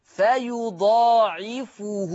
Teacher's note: أما ورش عن نافع فيقرأ فيضاعفه بضم الفاء